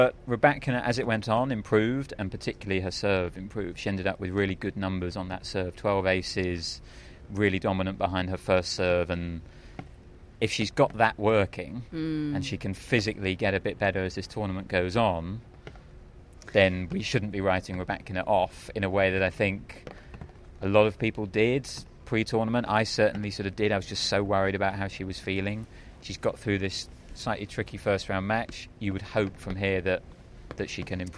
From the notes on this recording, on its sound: Live from Wimbledon Day 2. Rain return.